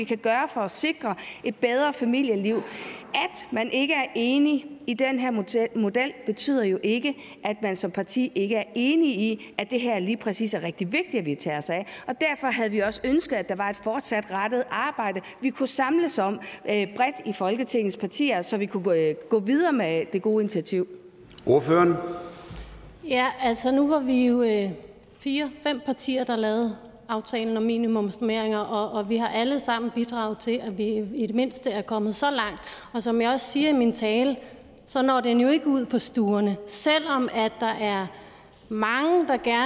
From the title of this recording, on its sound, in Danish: Møde i salen